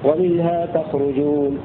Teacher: يقرأ حمزة الكسائي وابن ذكوان بفتح التاء وضم الراء ومنها تخرجون هنا في سورة الأعراف.